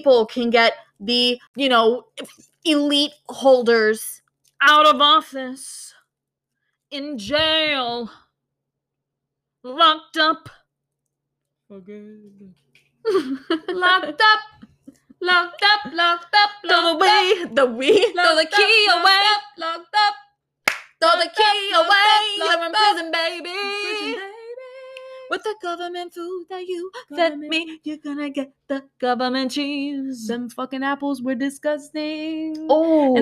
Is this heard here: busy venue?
no